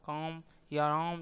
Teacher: काम या राम का उच्चारण काम या राम जैसा होता है। का या रा स्वयं अनुनासिक नहीं है, किंतु म की अनुनासिकता से प्रभावित होकर उसमें भी अनुनासिकता आ जाती है।